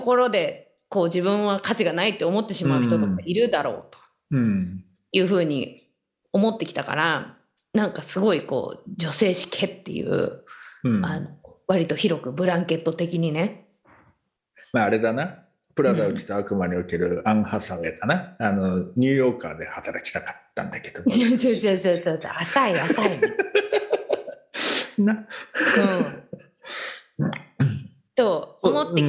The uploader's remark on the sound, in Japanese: 本収録はビデオ会議サービス「Zoom」を使用し。一部聞き取りづらい箇所があります。